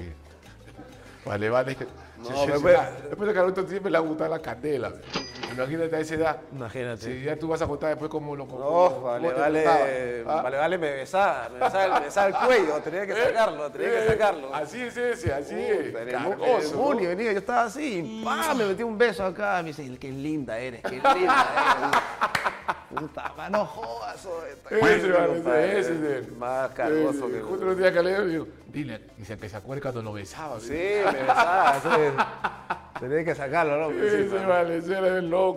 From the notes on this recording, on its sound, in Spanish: pasó por el restaurante Cuto 16